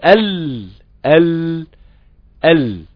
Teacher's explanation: منطقة التلامس اللي هي الصفرة دي في حرف الضاد هتبقى هي في حرف اللام منطقة الاتكاء، ومنطقة الاتكاء اللي كانت في حرف الضاد هتبقى منطقة تجافي. لسانك هيبتعد اصلا عشان هيوسع بقى للهواء الصوت الخارج من الداخل علشان يفر من عن يمين الحافة وعن يسارها